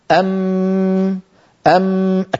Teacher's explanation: بعد أن تنقفل الشفتين ينحبس الصوت خلف الشفتين، أما الجزء الخيشومي وهو الغنة فإنه يتابع طريقه عن طريق الأنف، لذا فهي حرف بين الرخو والشديد. · Term: الميم